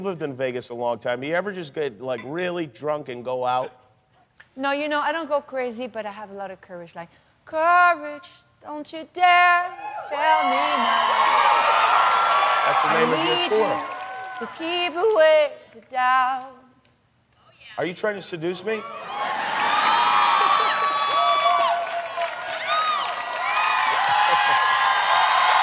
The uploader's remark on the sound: Hear all the live performances from the launch event.